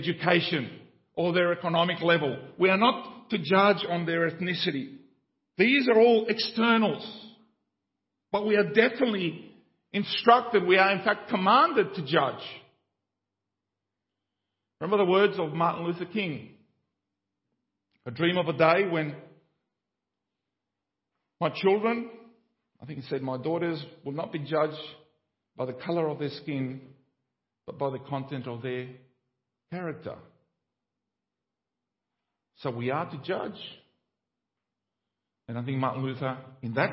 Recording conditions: large echoing room